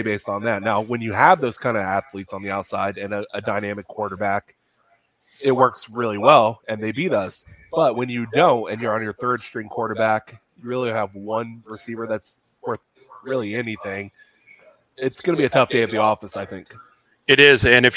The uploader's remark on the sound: Gameday LIVE from Fishweir Brewing Company. LIVE from Fishweir Brewing Company in Jacksonville.